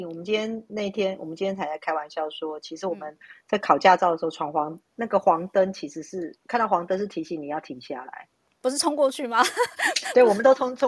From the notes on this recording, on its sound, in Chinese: 此音檔是由club house直播中錄製的。故音質無法與專業麥克風及錄音室錄製比較。